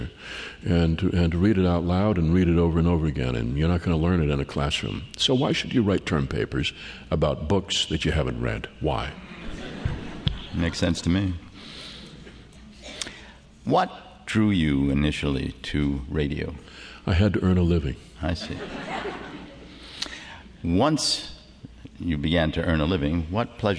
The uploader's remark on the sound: At the 92nd Street Y. Has the audience eating out of his hand.